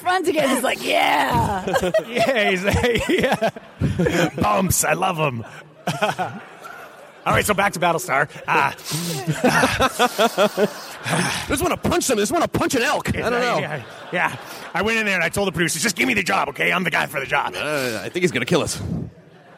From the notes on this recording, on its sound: Was recorded at the nerdtastical C2E2 in Chicago. PILES of thanks to ReedPop for allowing us to record and share this with the masses!!!